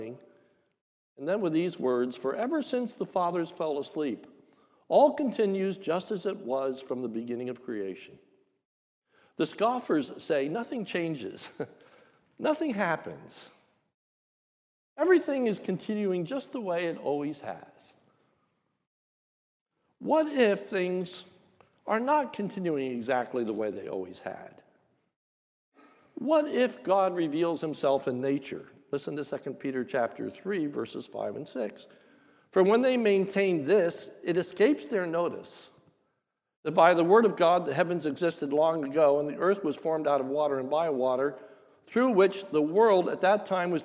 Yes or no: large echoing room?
yes